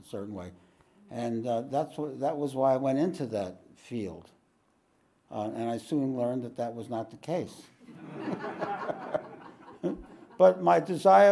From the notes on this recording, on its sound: This podcast was recorded live at The Ashram in Mount Eliza on the 27th of May, 2023.